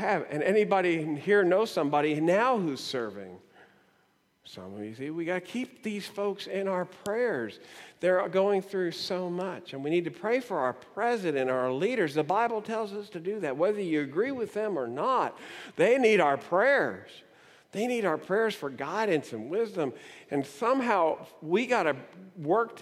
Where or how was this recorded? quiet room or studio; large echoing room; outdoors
large echoing room